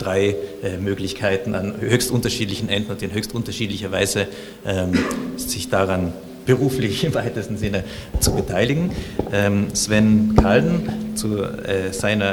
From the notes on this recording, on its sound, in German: Podiumsdiskussion im Postcolonial Flagshipstore